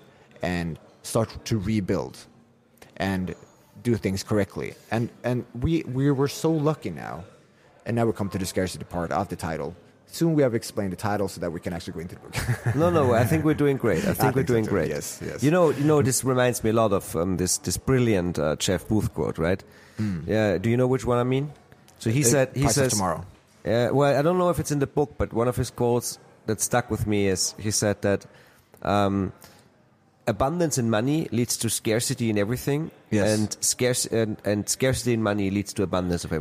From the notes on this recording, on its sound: We sat down in Prague in between sessions and socials at BTC Prague.